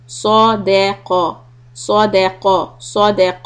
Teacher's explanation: صاد and قاف are heavy دال is soft صادق صادق صادق الله and then the lamb is heavy فاتبعوا